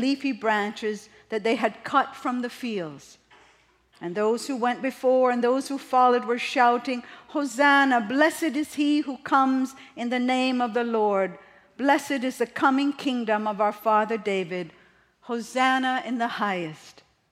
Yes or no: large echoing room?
yes